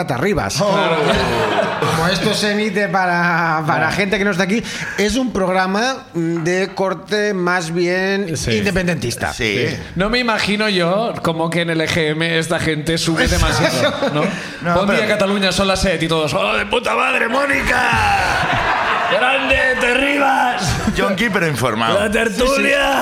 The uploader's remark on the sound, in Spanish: El público también comparte con nosotros su miseria